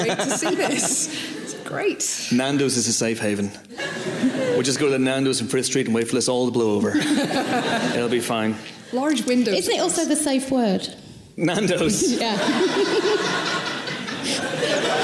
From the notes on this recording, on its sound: joined by a sell-out crowd at Kings Place in London earlier this week for a raucous live podcast